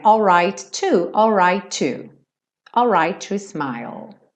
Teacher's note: Lembrando de juntar os dois T's